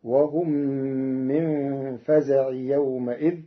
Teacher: قرأ ورش كلمة فزع بغير تنوين فتصير وهم من فزع يومئذ، وفتحت الميم لإضافته إلى غير متمكن في كلمة يومئذ.